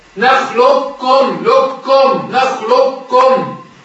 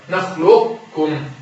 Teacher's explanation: في الكامل خش على الكاف على طول كأنه مفيش قاف اصلا · Shown in: first take · Term: الإضغام الكامل